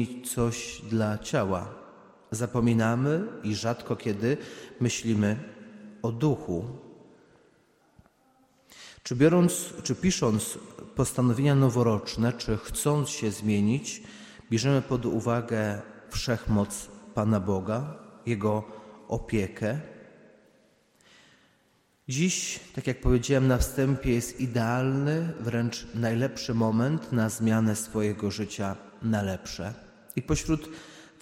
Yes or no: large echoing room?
yes